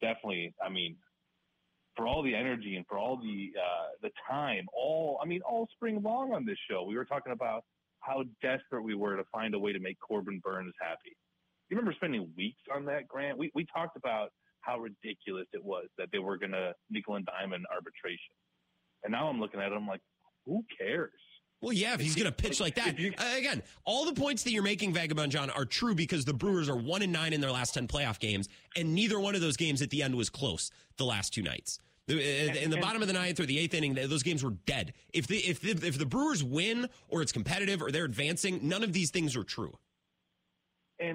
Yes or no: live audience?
no